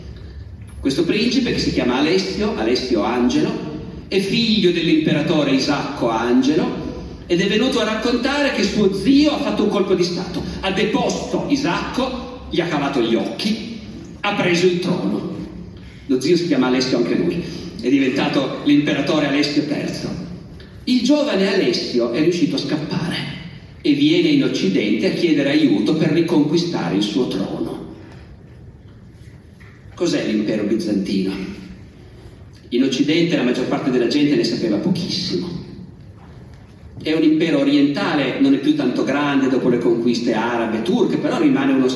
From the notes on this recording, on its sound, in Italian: (Sarzana, 2023). Evento registrato in loco.